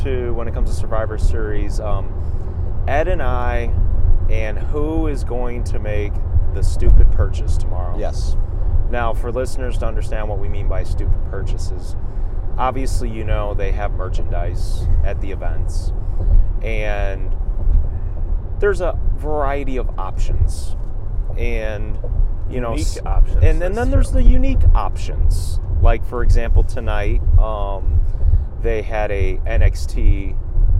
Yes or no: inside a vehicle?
yes